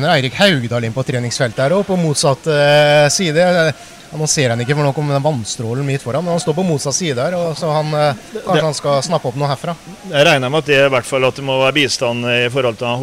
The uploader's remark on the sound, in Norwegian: Fotballpodkast fra Stadion. Et fotballsultent podkast-panel har derfor flyttet studioet til Fredrikstad Stadion.